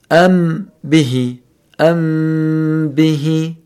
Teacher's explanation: عندما تصل الميم الساكنة عند الباء يعني يتم إخفاء الميم